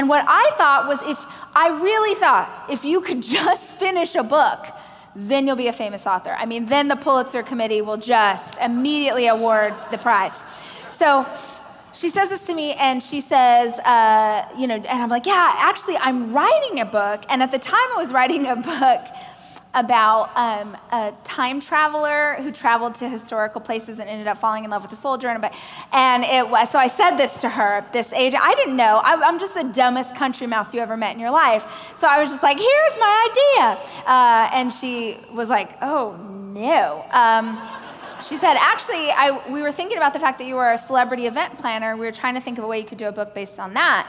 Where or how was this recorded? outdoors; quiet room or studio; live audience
live audience